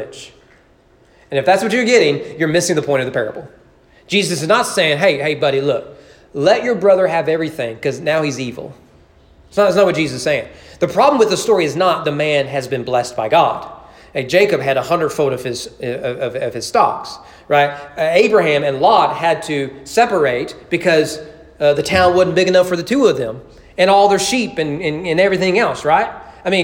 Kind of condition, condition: setting, large echoing room